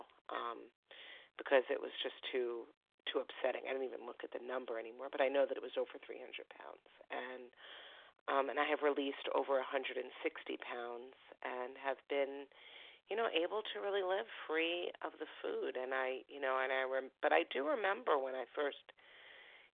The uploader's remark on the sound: Phone Meeting